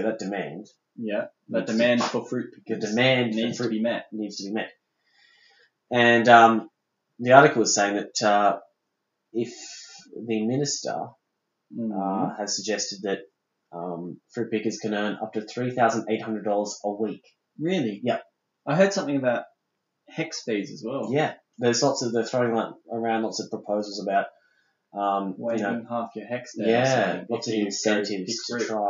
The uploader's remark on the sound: We stuffed up the recording. The recording of this episode didn't quite go to plan (aka we had technical difficulties). It's still listenable (hopefully) but we apologize for the poor audio quality.